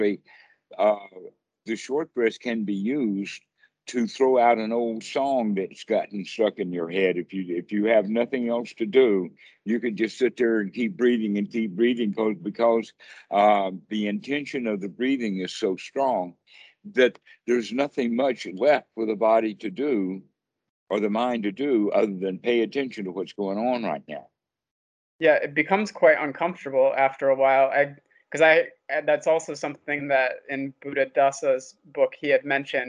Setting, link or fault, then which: link, video call